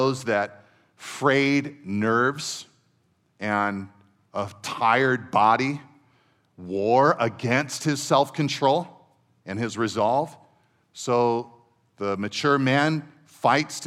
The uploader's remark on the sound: Second session at our 2023 Men’s Conference